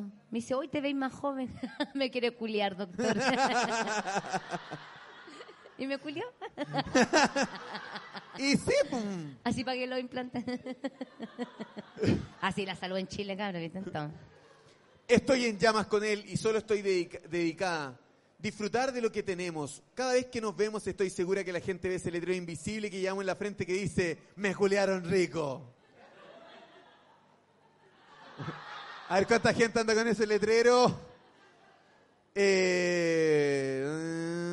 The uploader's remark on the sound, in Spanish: En Vivo en el Comedy Restobar "El Ritual del Ajo"